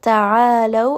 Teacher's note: عين is going to be from the middle of the throat